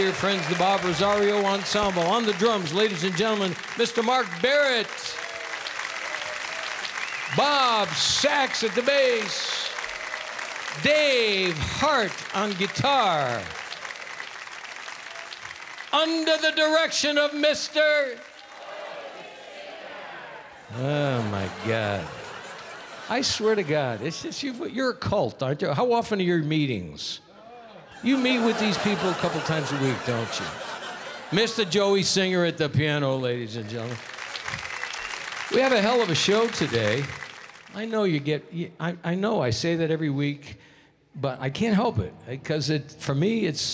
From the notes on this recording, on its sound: Live at the South Point Casino